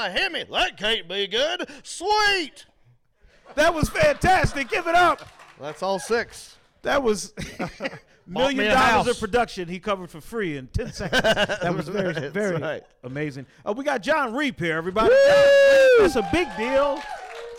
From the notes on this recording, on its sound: Recorded live at the Queen City Comedy Experience in Charlotte, North Carolina.